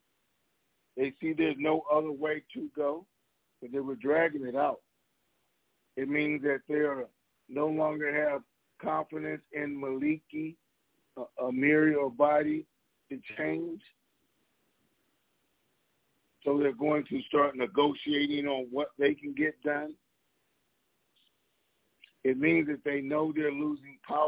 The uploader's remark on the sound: TNTSuperfantastic Conference Call